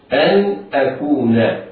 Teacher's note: النون هنا حكمها الإظهار الحلقي لوقوع الهمزة بعدها